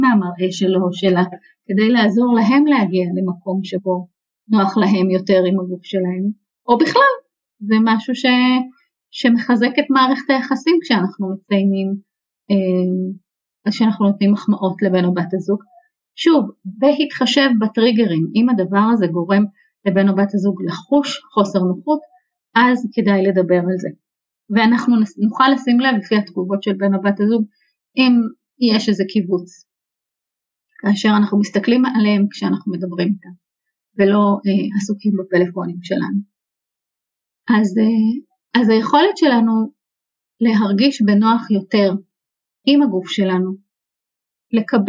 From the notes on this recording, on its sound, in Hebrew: עקב בעיה טכנית - איכות השמע בפרק זה אינה איכותית כמו בפרקים האחרים, התנצלותי